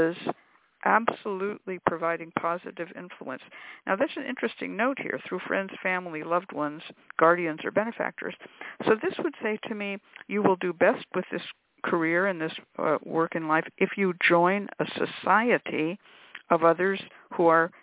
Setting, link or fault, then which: link, phone line